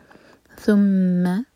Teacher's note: سا کے لیے ہماری زبان اوپر والے دانتوں کو ٹچ کرے گی اور تھوڑی سی ٹپ باہر ہوگی، سین کی آواز نہ آئے.